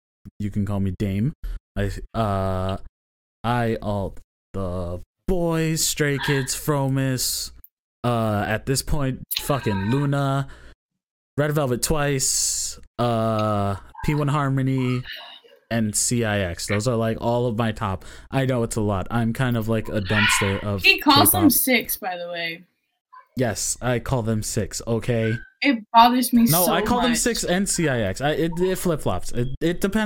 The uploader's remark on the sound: Some technical difficulties were made due to poor internet connections, we hope you guys don’t mind.